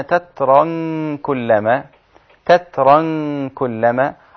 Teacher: وأصبح التنوين بعد حرف الكاف يبقى إخفاء مع الغنة